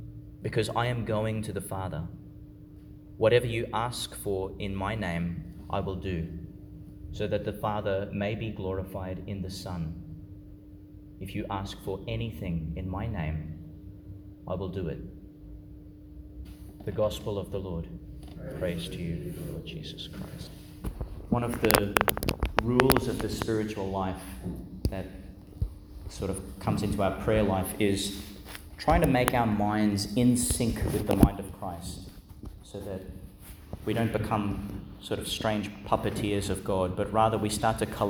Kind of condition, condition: setting, large echoing room